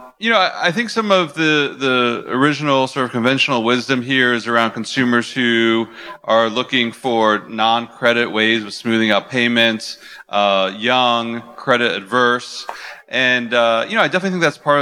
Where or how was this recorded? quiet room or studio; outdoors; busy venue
busy venue